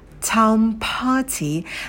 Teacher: На звуке «п» добавляем придыхание, и на «т» также будет придыхание.